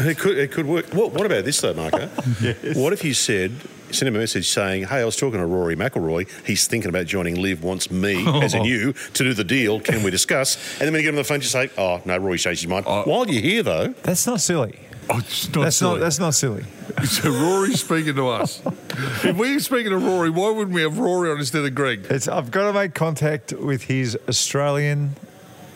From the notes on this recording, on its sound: We're live in the pub today, having a couple of quiet beers. Live from the Burvale Hotel in Melbourne.